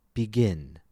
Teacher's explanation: The second vowel is I. But notice how the second vowel, I, is longer than the first because it falls on the stressed syllable